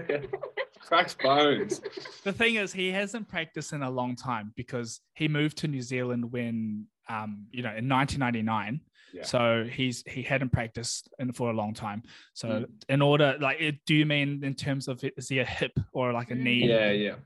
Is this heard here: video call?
yes